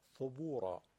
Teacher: سه سه نقطه نوک زبونی نازکه، ترقیق میشه